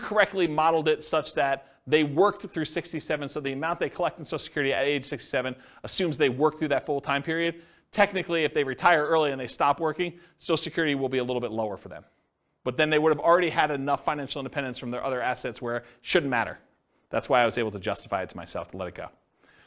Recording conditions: live audience